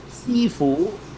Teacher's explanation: So some people go high level, high rising.